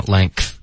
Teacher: length 有一个科的音，爆进这个 th 的音 · Term: 轻的科音